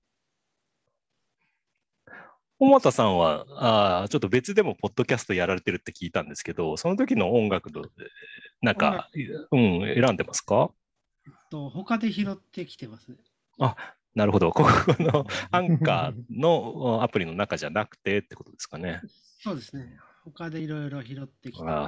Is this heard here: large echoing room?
no